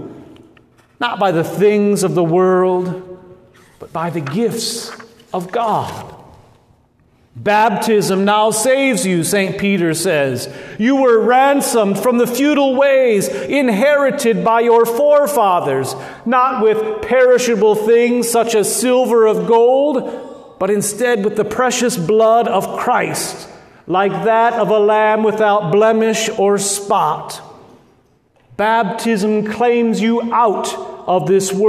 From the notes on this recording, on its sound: at Good Shepherd Lutheran Church Lincoln Nebraska